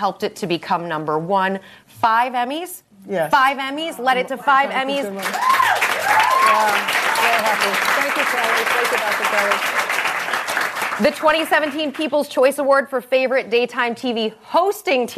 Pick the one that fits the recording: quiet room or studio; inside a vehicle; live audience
live audience